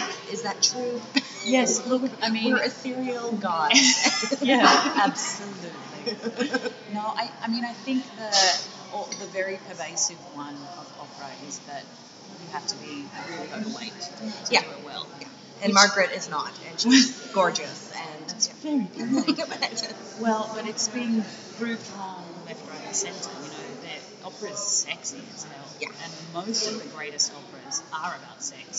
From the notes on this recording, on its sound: Taped in the Opera Cafe, we discuss life as an opera singer in Vienna.